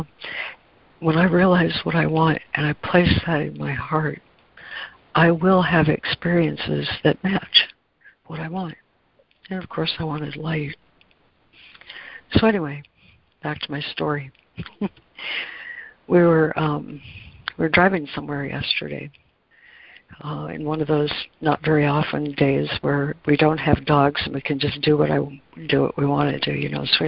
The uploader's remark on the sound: ACIM Daily Conference Call